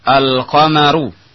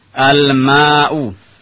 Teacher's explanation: seluruh contoh-contoh yang ada dalam al-huruful qamariyah, alif lamnya jelas terdengar